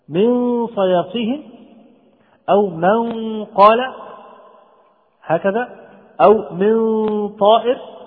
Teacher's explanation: نلاحظ تفخيم الغنة. لماذا؟ لماذا؟ لأن الحرف الذي جاء بعد النون أو التنوين من صفاته الاستعلاء، من صفاته الاستعلاء أو التفخيم، فيكون الإخفاء أيضا تابعا لهذا الحرف، تابعا لهذا الحرف.